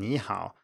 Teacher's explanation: Sometimes it's a rising tone, as in ni hao.